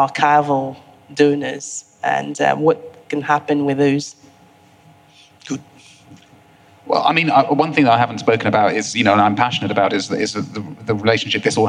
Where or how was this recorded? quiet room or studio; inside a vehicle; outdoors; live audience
live audience